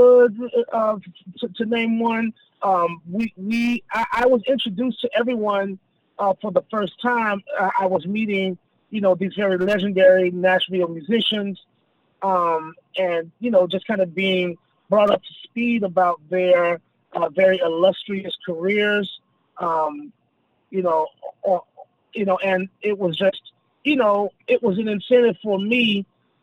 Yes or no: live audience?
no